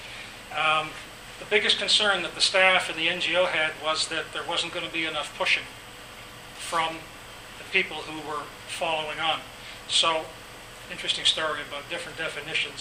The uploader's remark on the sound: This podcast was recorded during CUSO-VSO's 50th Anniversary in Victoria, BC.